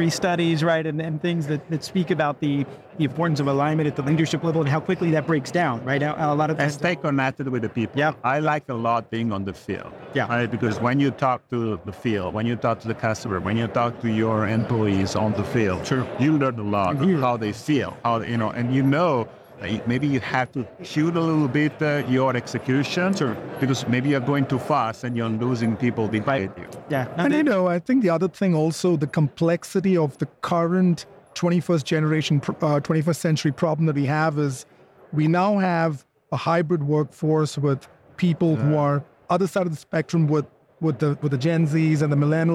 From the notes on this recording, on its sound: Included are our new TGI Open Mic segments where attendees at MWC gave us their viewpoints on everything they were hearing, thinking and seeing at the conference.